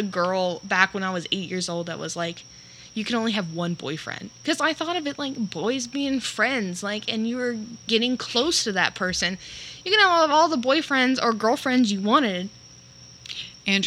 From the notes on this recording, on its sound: Coming at ya with another episode recorded in the great Florida outdoors!